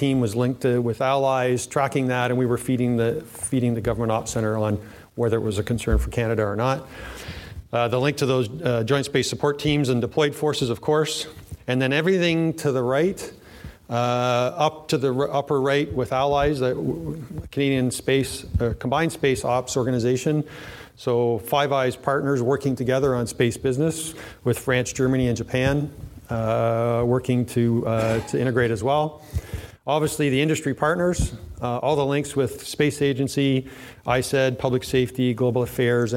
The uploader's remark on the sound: In this podcast from the CASI ASTRO 18 conference in Quebec City